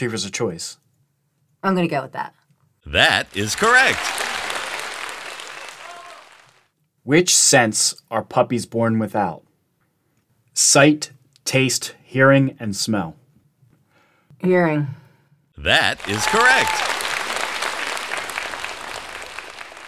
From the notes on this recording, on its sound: Live and in front of our studio audience